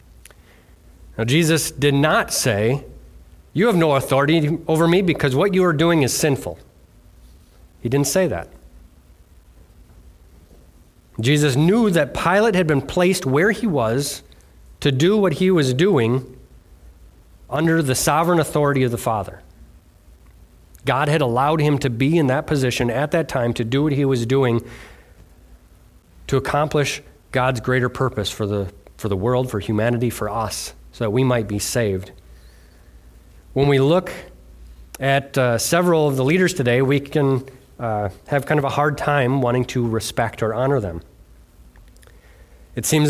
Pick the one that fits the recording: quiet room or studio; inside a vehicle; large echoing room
large echoing room